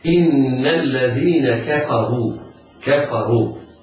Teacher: الراء مضمومة فحكمها التفخيم. بعدها واو تمد مدا طبيعيا بمقدار حركتين وصلا ووقفا.